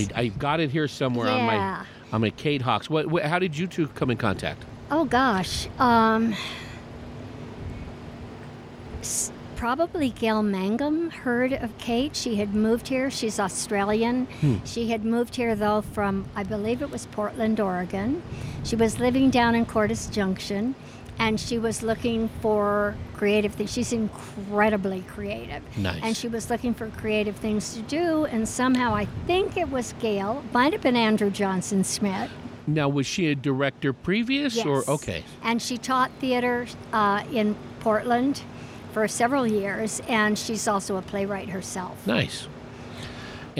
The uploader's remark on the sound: Today’s show was recorded at Torme , in Prescott, AZ. Today’s show was recorded at Torme , in Prescott, AZ.